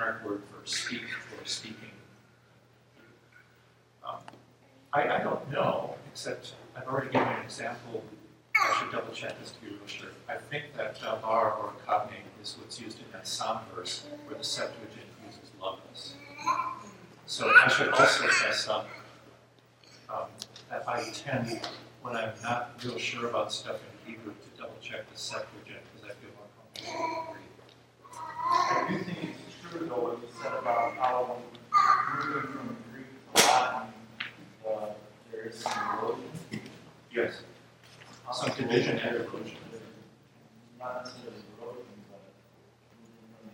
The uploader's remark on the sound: This episode is a recording of Plenary Session I from Wittenberg Academy's Family Retreat.